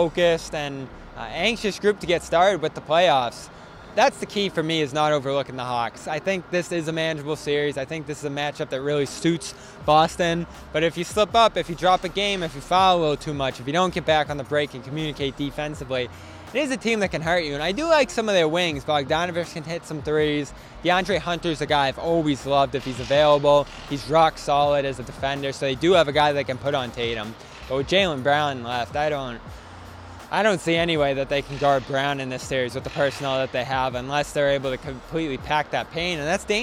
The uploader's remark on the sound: BRIGHTON, MA. Reports LIVE from the Auerbach Center after the Celtics practice.